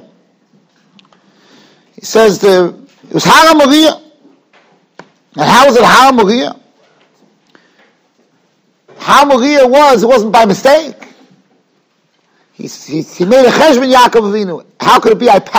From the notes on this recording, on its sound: Shiur recorded in Yeshivas Ohr Reuven, Monsey, NY.